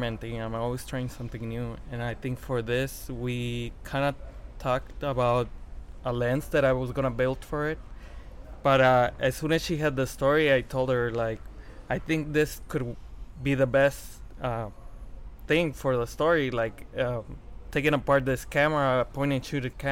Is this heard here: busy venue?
yes